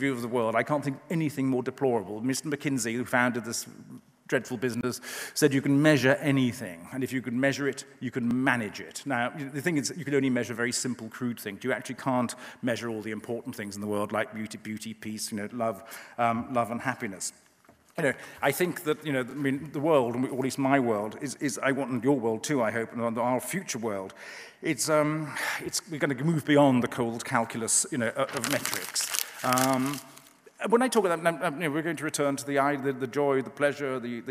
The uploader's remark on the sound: The inaugural If Conference, from debate forum Intelligence Squared, took place on November 25-26th November in London.